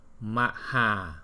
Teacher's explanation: cái chữ A mà có dấu gạch ngang ở trên đầu thì mình đọc dài gấp đôi chữ A không có dấu gạch ngang